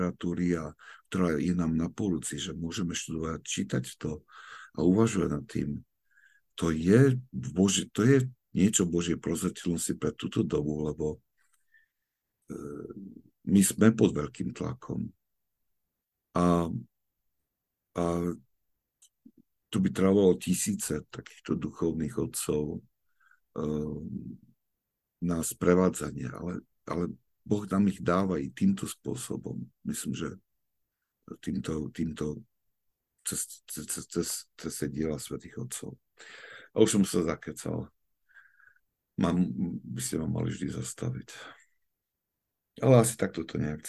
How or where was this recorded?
video call